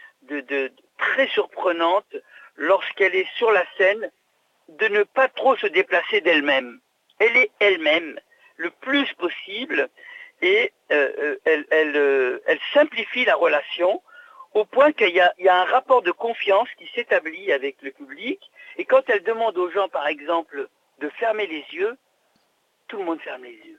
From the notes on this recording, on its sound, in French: nous avons le plaisir d’échanger, par téléphone